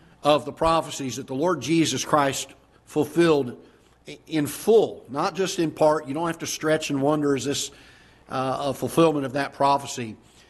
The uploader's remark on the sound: Ketha Heights Baptist Church ~ Live Broadcast